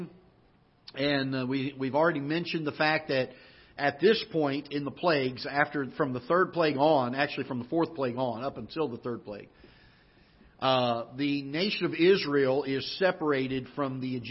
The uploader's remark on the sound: Ketha Heights Baptist Church ~ Live Broadcast. Live broadcast from the auditorium of Ketha Heights Baptist Church in Festus, Missouri.